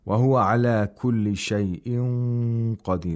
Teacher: the ra of qadir is pronounced with tarqiq, because the ra becomes sakin and is preceded by ya ul mad